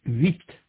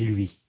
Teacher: Puis elle avance et vient appuyer contre les dents inférieures pour prononcer le son I. Dans les mots lui et huit, la langue est déjà en avant et appuyée contre les dents inférieures pour prononcer le son U. · Term: semi-voyelles W et Y